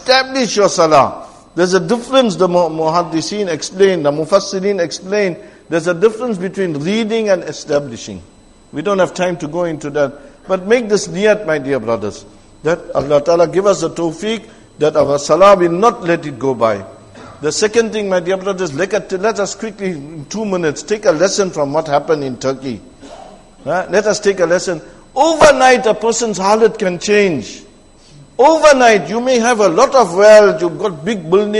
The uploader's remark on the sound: Jumuah lecture at Masjid e Tazkiyah